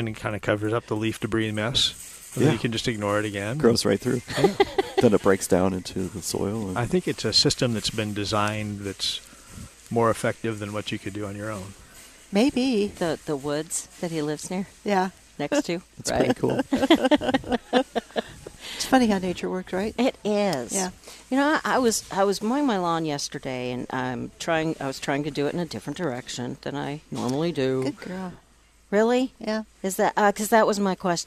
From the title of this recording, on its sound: Plant Experts Live at Prairie Gardens 5-1-21